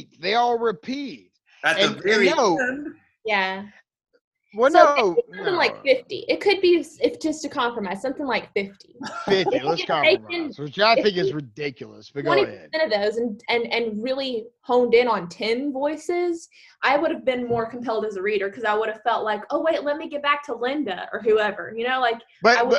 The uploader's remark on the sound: we did record this through Zoom